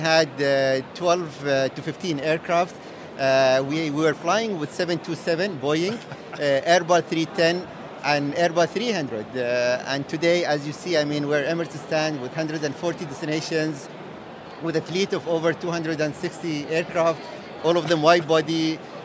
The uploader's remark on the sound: Touring the Middle East's largest travel event - the Arabian Travel Market. In this podcast recorded at a very vibrant ATM.